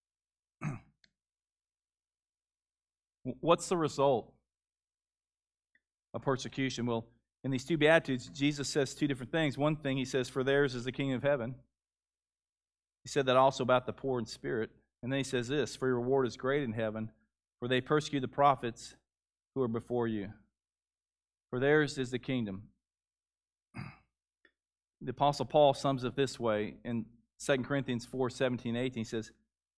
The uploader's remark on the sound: Gathering Baptist Church. Noland Road. The audio of the service from March 7, 2021.